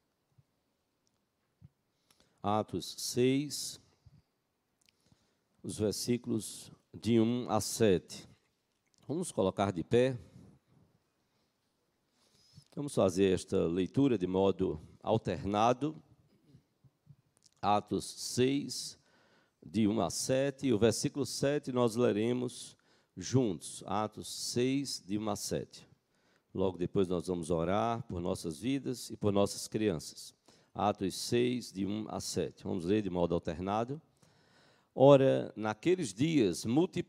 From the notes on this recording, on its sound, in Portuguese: Culto matinal(9h) presencial e transmitido ao vivo